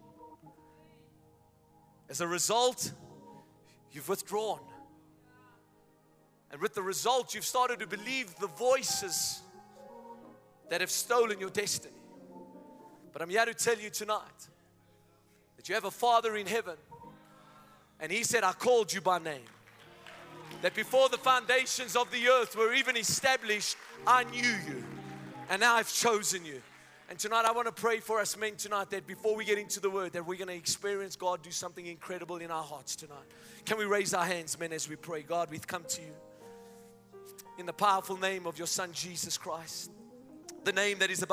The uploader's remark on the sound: Men Of Hope Conference 2022 Day2 Message